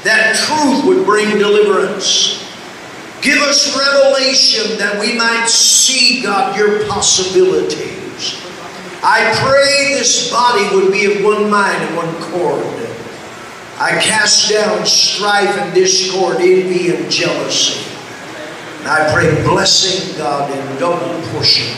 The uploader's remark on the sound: LOW SOUND QUALITY